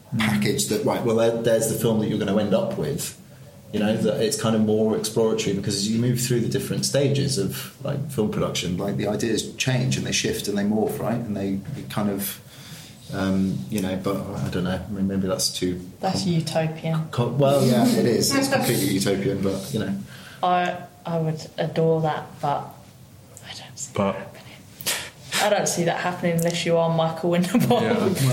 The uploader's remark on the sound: London Film Festival Live. We come live to you from the gallery at Oxo Tower.